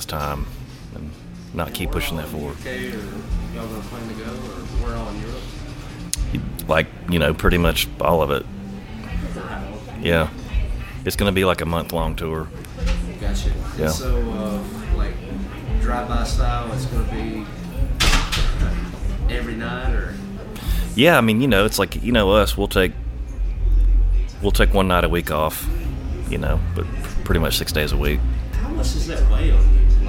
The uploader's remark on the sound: at Avondale Brewing in Birmingham, AL for Brewzapalooza